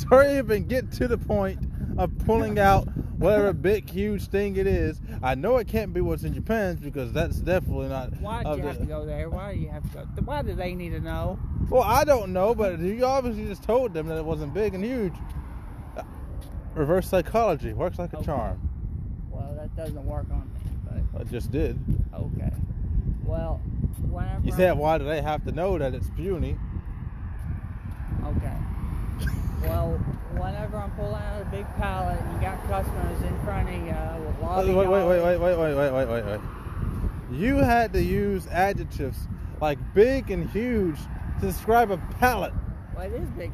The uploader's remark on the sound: Conversation on the beach. From time to time I will record our outings to save our thoughts a latee time.